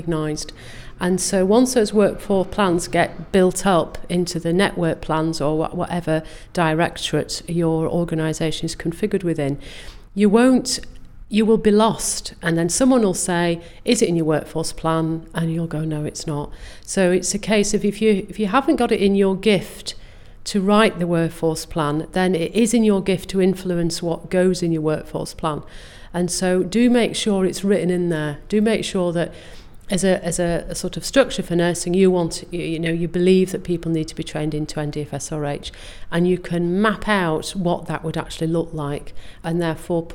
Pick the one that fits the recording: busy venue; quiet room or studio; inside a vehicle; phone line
busy venue